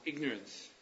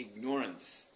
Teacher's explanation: He puts the stress on the second syllable · Shown in: second take